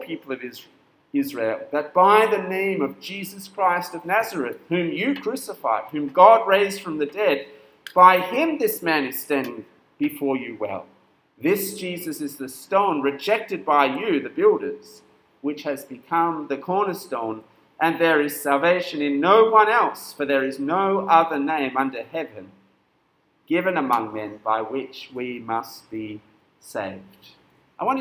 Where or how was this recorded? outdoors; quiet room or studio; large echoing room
large echoing room